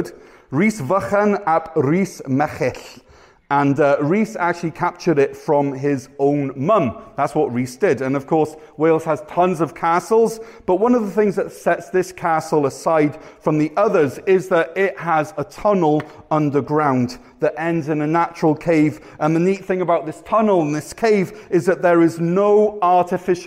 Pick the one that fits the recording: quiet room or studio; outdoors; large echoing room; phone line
large echoing room